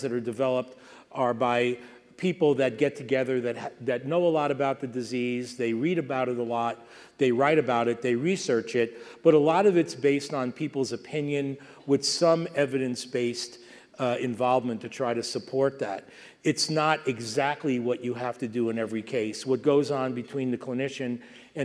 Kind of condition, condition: setting, live audience